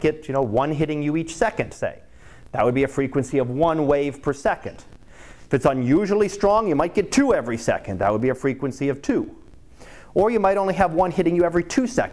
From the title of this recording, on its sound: Live Class Lecture